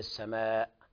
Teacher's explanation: المد المتصل وقع المد قبل الهمز